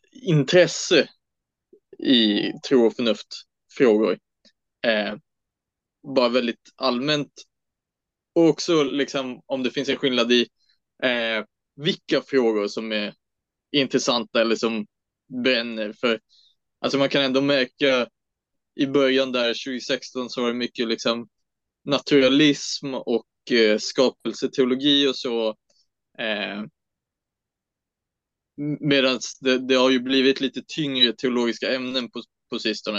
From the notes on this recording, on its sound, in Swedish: Den 22 maj hade vi en live-podd över zoom, som kommer här som ett vanligt avsnitt.